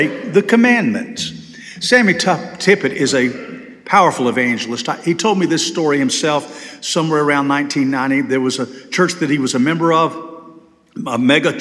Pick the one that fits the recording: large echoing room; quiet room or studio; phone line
large echoing room